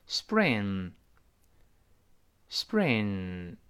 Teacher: 我们知道在 s 后面，呃，重读的时候呢，这个清辅音一般要浊化 · spring 后面轻轻的是 b， b 不是 p